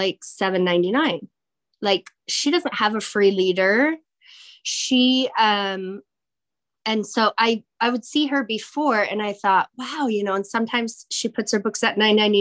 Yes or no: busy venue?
no